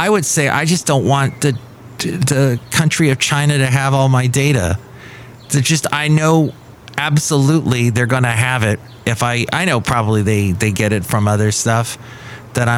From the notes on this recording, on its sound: podcasts live from Café Anyway